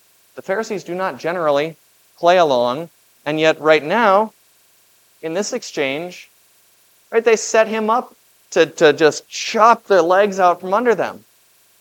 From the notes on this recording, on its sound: This Sunday sermon, based on Matthew 21:33-46, was preached at Grace of God Lutheran on October 8, 2023.